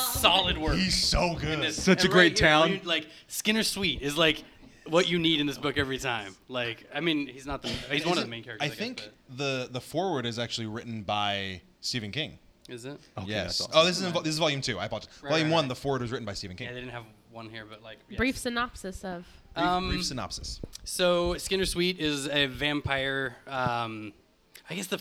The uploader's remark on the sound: Live from Oblivion Comics and Coffee in Sacramento, Ca. Brought you a live show in a shiny new shop.